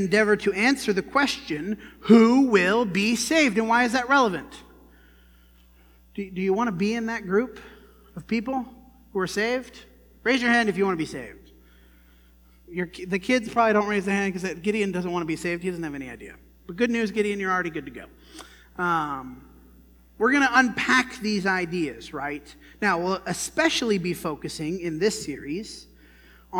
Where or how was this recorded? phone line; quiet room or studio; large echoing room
large echoing room